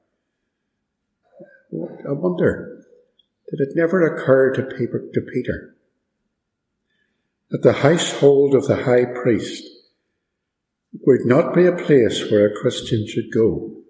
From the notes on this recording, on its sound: Preached and recorded at Ballymacashon.